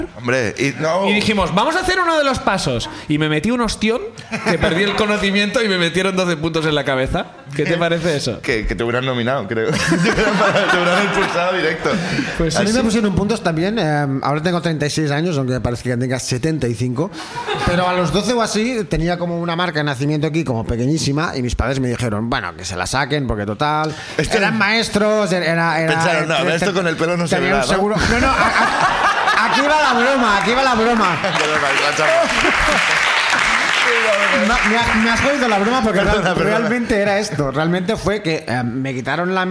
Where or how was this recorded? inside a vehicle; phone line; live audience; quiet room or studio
live audience